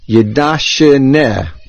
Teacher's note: there is a Dogesh Chazak in the Shin, and the main accent is on the Nun, Milera.